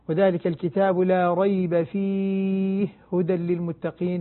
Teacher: إدغام الهاء بالهاء الإدغام الكبير اللي هو إدغام الهاء بالهاء